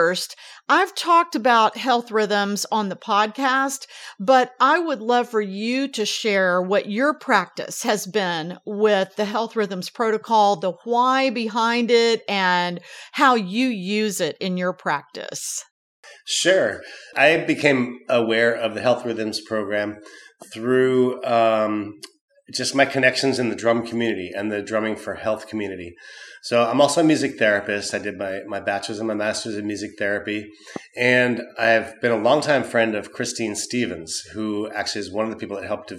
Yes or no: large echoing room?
no